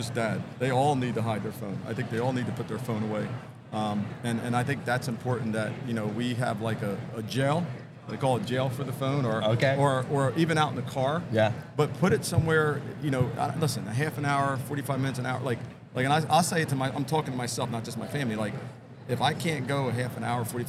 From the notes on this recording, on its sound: Video Podcast. Filmed on location at the highly anticipated Keller Williams Family Reunion.